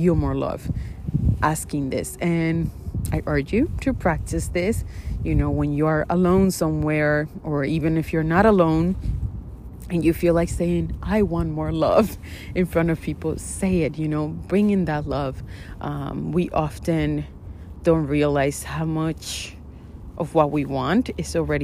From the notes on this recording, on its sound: In today’s episode you will hear some lovely wind as I’m out by the water while recording.